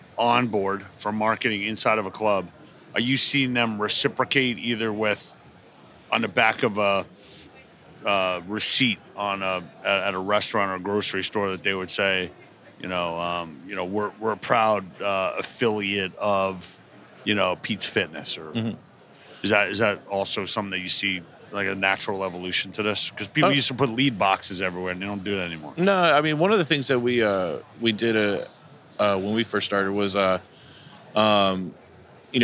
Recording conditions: busy venue